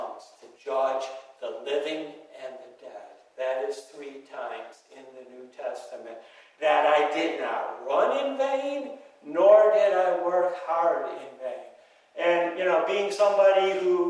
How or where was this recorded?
large echoing room